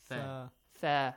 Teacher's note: The articulation point is the tip of your tongue, okay? And the tip of your front upper teeth, or between your front upper and lower teeth. · Term: letter tha